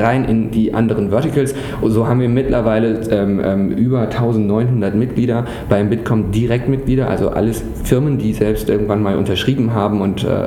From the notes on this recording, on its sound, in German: Digital Finance Conference der Bitkom. Live vor Ort zu sein.